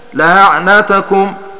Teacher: وسهل أحمد البزي عن ابن كثير همزة لأعنتكم هكذا لأعنتكم بين بخلف عنه، فله فيها التسهيل والتحقيق، وقرأ غيره بالتحقيق قولا واحدا.